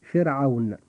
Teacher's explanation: أما كلمة فرعون فحرف الراء جاء ساكنا وقبله جاء حرف مكسور وهو الفاء، ولم يأتي بعده حرف استعلاء، فيجب أن نرقق الراء عند نطقنا لكلمة فرعون فنقول فرعون. · Term: الترقيق